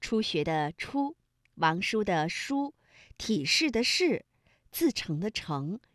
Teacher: 由舌尖向上翘起和硬腭的前部相接触，气流 · Term: 翘舌音